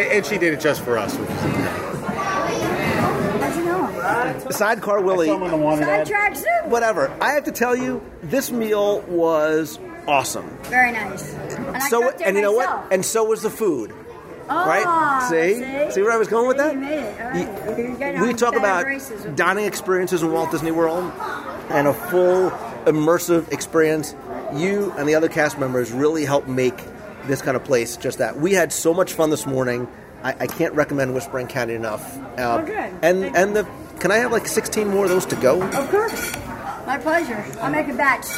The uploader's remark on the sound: Live restaurant review of the Whispering Canyon Cafe. Join us virtually around the breakfast table for our live restaurant review of one of Walt Disney World's most fun, engaging, well-themed, entertaining and delicious experiences - the Whispering Canyon Cafe at Disney's Wilderness Lodge.